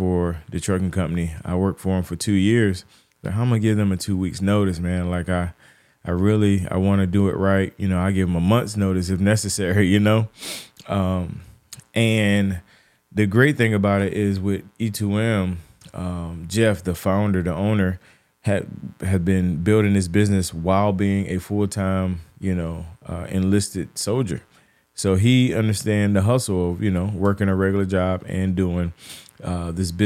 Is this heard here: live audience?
no